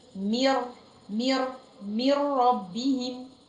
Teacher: ادغام ان الحرف جه مكان النون في نفس الوقت مفيش غنه · Term: ادغام كامل بدون غنه